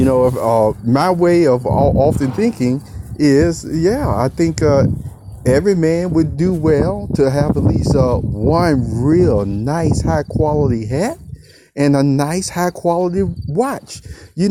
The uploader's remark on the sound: Here is a Sunday outside walk around and recording